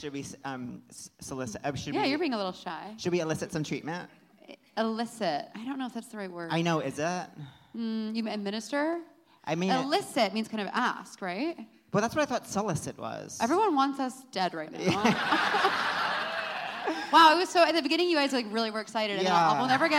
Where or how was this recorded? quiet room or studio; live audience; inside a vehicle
live audience